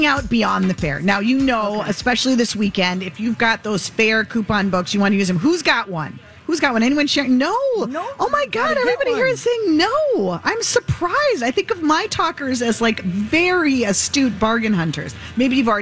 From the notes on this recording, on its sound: carry on live at the Minnesota State Fair!